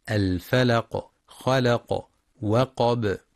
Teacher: وينتبه القارئ للقلقلة عند الوقف على الفلق خلق وقب